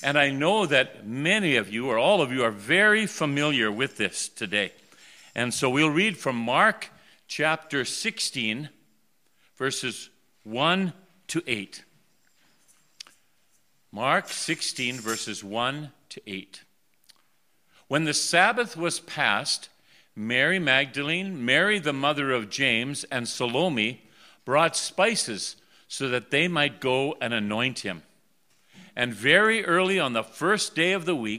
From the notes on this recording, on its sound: The Worship Service for Resurrection Sunday for the Red Deer River, recorded on April 4, 2021.